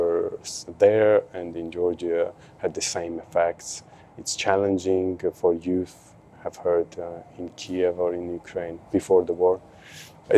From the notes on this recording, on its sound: Recorded live at ICKPA Festival—an event co-run by contingents from the Georgian and Ukrainian dance music communities.